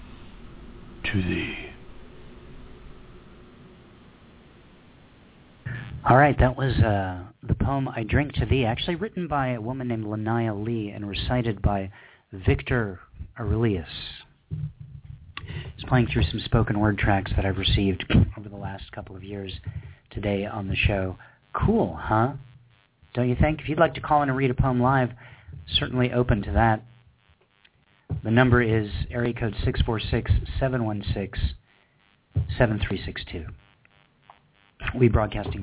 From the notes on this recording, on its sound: We played a number of spoken word tracks from poets all over the world. We also had live callers reading poems from Downtown, Los Angeles, Richmond, Indiana and Birmingham Alabama.